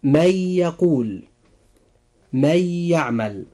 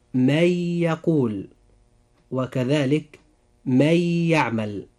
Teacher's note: وإذا أخذنا مثالا على هذا الحكم فإننا نقول: من يقول، من يعمل. في هاتين الجملتين وقع بعد النون الساكنة حرف الياء، وهو من حروف الإدغام بغنة، فنقول: من يقول، وكذلك من يعمل.